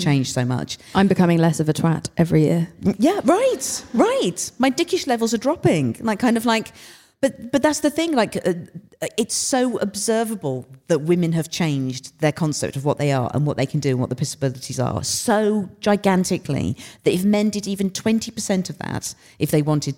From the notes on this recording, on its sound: live episode - recorded from Kings Place for the 2023 London Podcast Festival